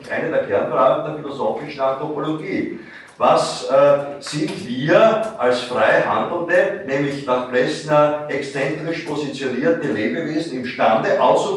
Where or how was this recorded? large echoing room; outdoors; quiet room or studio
large echoing room